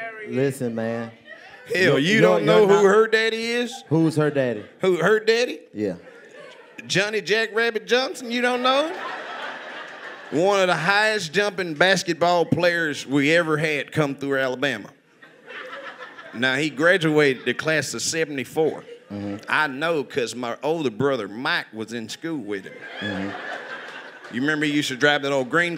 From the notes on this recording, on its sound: Live from Huntsville Alabama at the Stand Up Live Comedy club featuring stand up comedy, rapping, singing, dancing and a whole lot more from the whole crew.